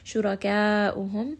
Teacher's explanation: را in this case is going to be heavy because it has a فتحة